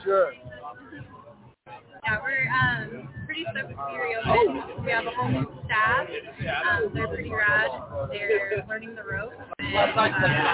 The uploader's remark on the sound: Live From Good Grammar Bar IN Downtown Salt Lake City Post Covid.